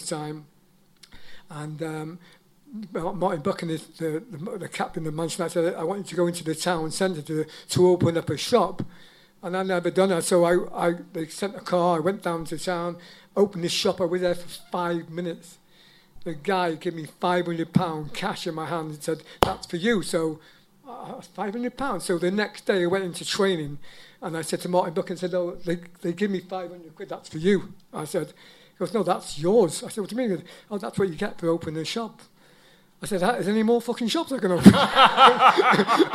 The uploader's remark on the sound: Live at the Troubadour. The boys hold a live Q&A with one of Chelsea supporters favourite players from the 1983/84 season.